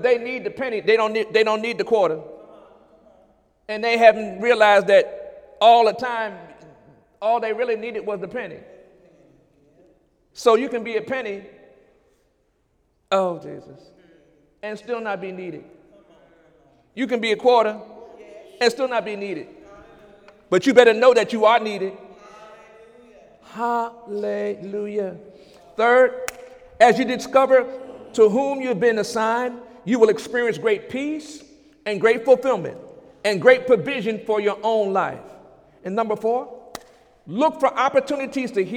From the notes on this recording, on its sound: During Sunday morning service on February 26, 2017